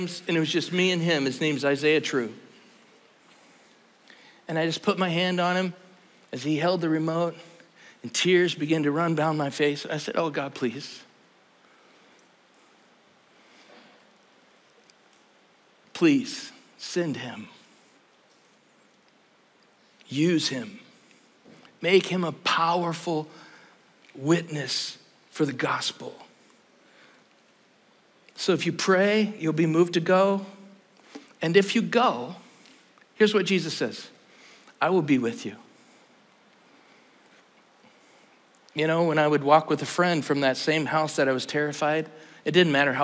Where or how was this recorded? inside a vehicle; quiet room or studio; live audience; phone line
live audience